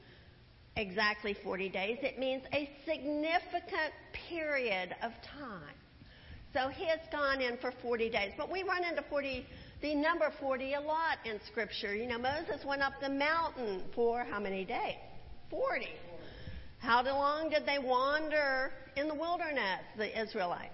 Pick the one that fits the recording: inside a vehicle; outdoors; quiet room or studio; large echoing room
large echoing room